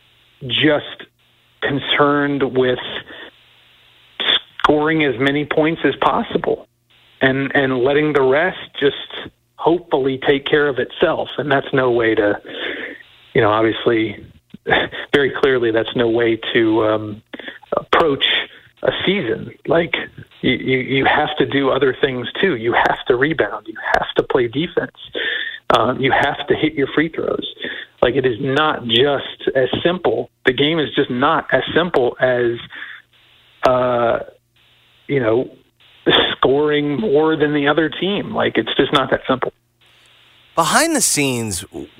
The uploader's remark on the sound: via the phone